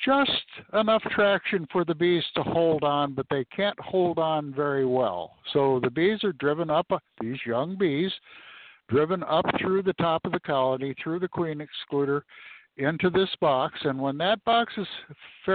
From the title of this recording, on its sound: Live From The Honey Bee Yard